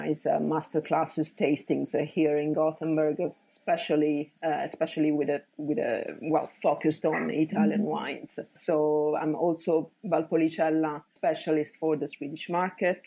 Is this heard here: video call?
yes